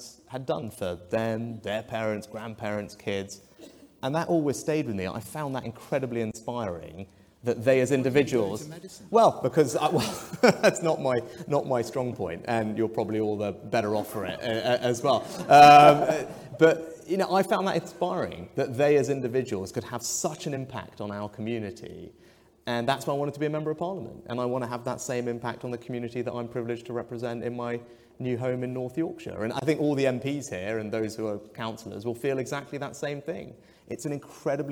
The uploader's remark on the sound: a series of questions from members of the audience